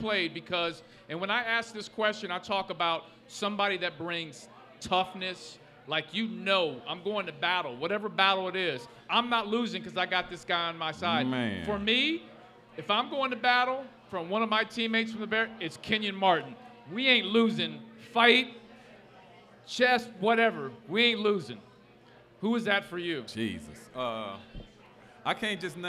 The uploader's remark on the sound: Live at Mio‘s